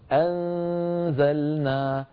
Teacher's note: غنة ممطوطة لأن هذا الحكم إخفاء · فيبقى من النون غنتها ويظهر من الفم صويت ضعيف هكذا الآن أنا لما أنطق الغنة لساني رأس لساني على مخرج حرف الزاي بحيث لما أصل إلى حرف الزاي أجد فمي مهيئا على مخرج الزاي.